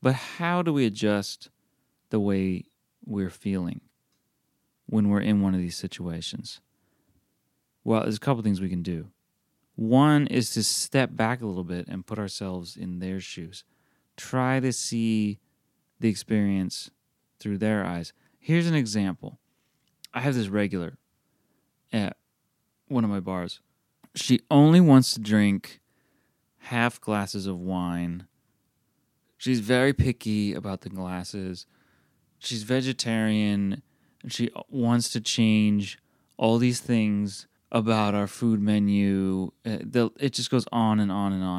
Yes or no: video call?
no